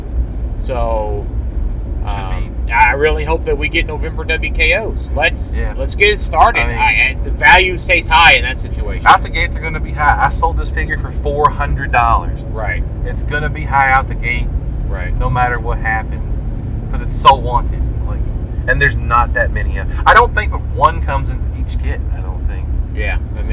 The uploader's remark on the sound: Note this EP was recorded in a moving vehicle, audio was the best we could do.